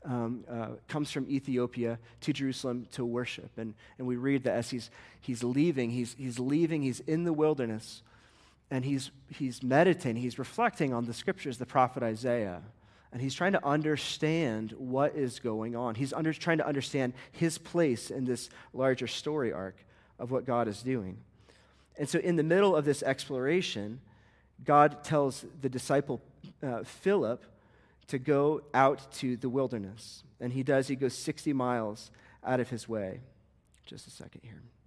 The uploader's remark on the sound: This sermon was recorded at a Sunday morning gathering at Church of the Lookout in Longmont, Colorado.